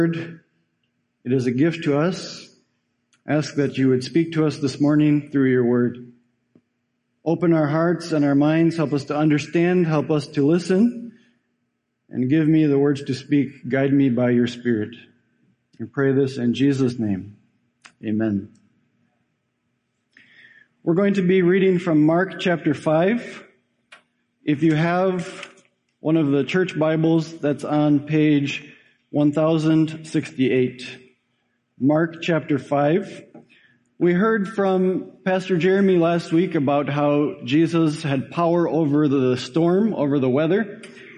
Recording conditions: large echoing room